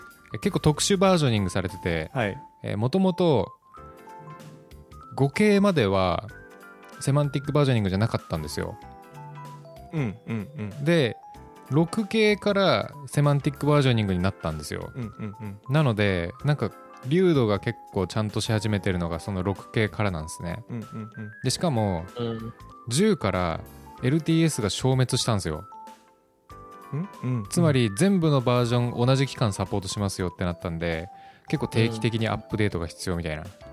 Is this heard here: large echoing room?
no